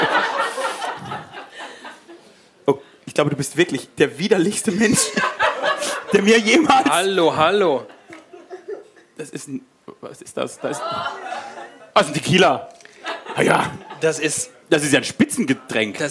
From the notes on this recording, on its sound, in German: WiEderlicher LIVE. Genießt den ersten Teil der großen Live-Show von wiEderlicher!